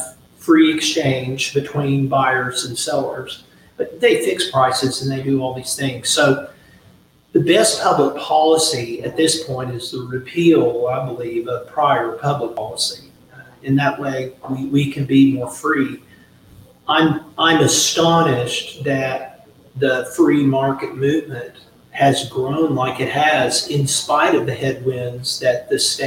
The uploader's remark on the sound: LIVE from the annual FMMA conference!